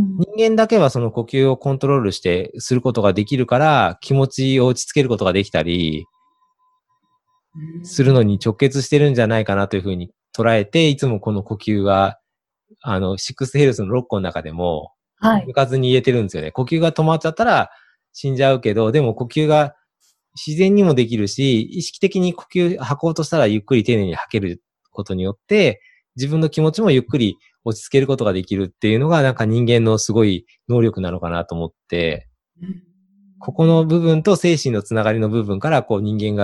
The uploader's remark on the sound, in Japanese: オンライン収録のため、通常より音声が劣りますがご了承ください